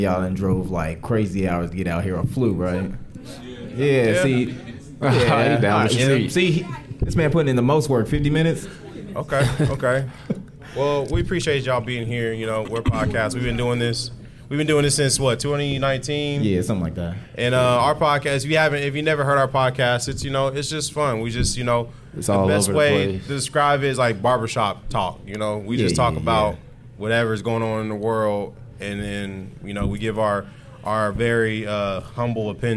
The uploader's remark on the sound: Dreamcon Panel 2022